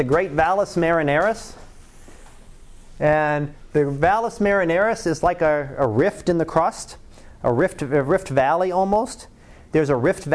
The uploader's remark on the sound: Live Class Lecture